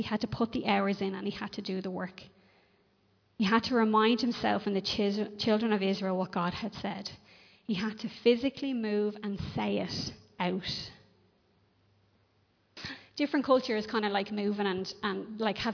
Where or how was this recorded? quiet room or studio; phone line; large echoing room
large echoing room